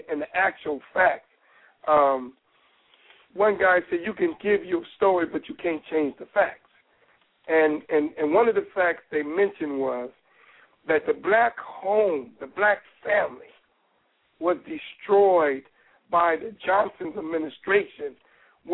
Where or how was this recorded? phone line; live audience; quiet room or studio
phone line